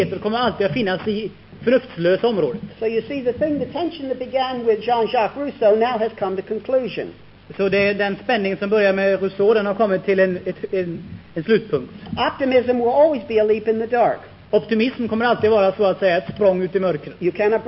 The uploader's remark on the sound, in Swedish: Inspelad i Akademiska föreningen i Lund 1973.